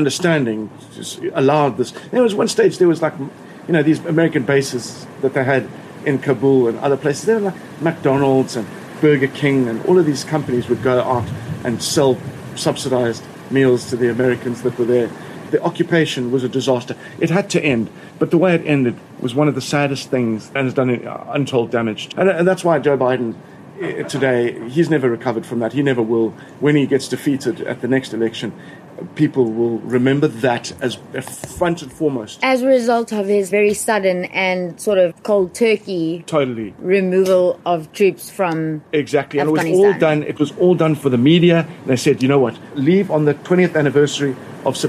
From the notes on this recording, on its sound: Recorded in his garden in Cape Town.